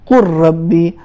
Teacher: لام بالکل حذف ہو جائے گا · Term: ادغام متقاربین